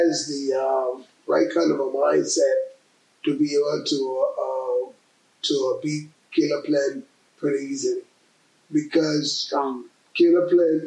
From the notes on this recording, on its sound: Despite some technical difficulties